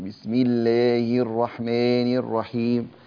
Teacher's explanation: أقرب ما يكون للإمالة، يعني الألفات تمال شوية · Term: الإمالة